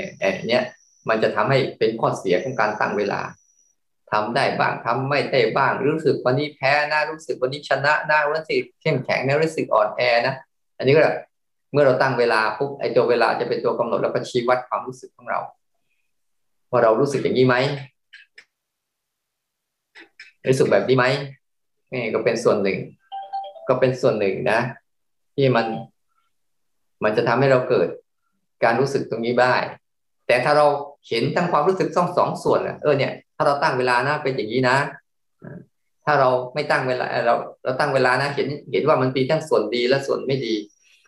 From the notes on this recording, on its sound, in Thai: คอร์สออนไลน์ (ผ่านโปรแกรม Zoom)